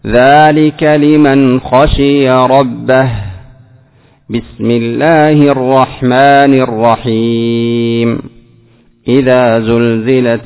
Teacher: قطعت آخر سورة البينة عن البسملة عن أول الزلزلة · Term: قطع الجميع